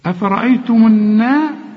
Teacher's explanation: يبقى النون والمد مرققين